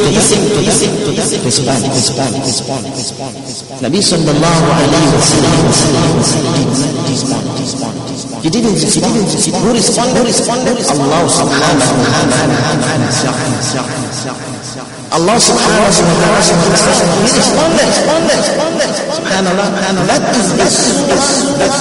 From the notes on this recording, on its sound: Jumuah lecture at Masjidun Nasr